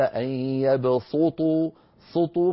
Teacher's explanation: أن يبسطوا سطوا سطوا سطوا، فننتقل من سين مرققة إلى طاء مفخمة، ولا نترك الفم على هواه، لأنه إن تركناه على هواه فخم الحرفين معا، فقال أن يبسطوا سطوا، ففخم السين حتى صارت صادا